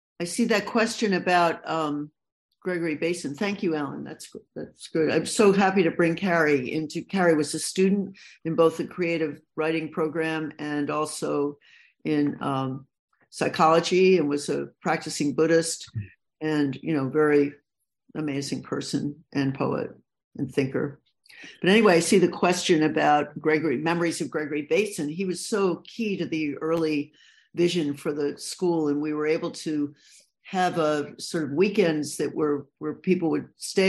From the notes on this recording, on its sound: City Lights in conjunction with Naropa University and Nightboat Books present. This event was originally broadcast via Zoom.